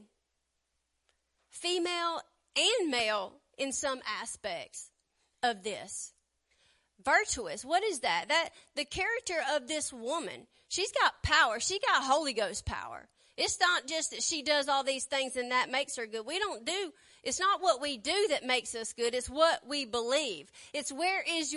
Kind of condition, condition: setting, large echoing room